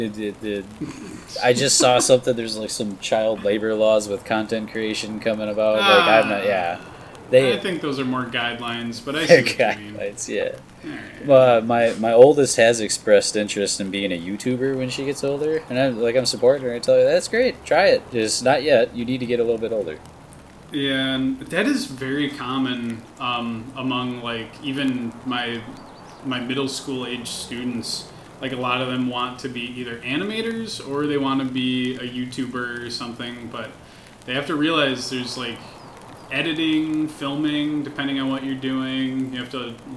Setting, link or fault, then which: fault, sounds in the background